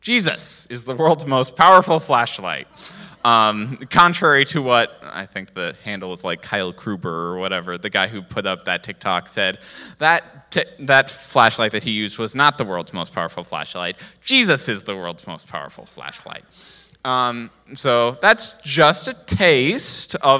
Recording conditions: large echoing room